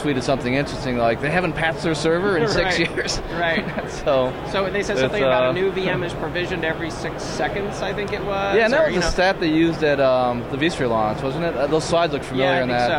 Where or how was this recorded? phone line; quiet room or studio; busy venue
busy venue